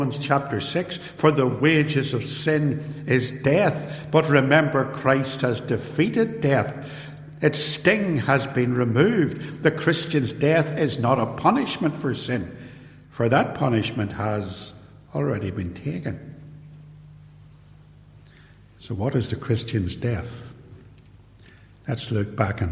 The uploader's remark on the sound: This podcast is a LECTURE, given at Templepatrick Reformed Church in January 2022, and reproduced here with the permission of the church.